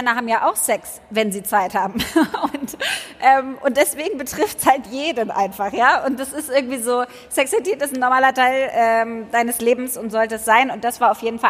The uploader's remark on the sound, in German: In Berlin stattfand – und genau dort entstand auch die erste Live-Folge unseres heart2heart-Podcasts. Live auf der Bühne haben wir vor großem Publikum.